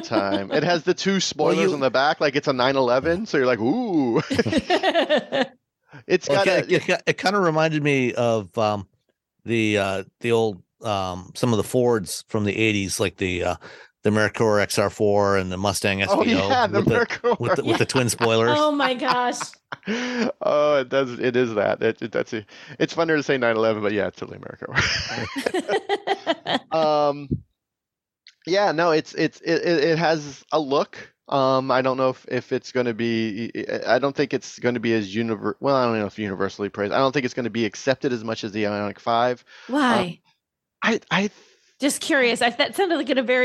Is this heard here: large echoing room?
no